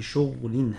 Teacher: قرأ ابن كثير بإسكان الغين في شغل هكذا